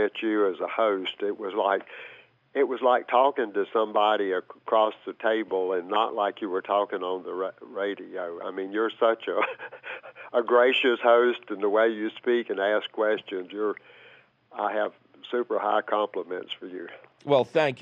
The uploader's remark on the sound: he takes your fabulous phone calls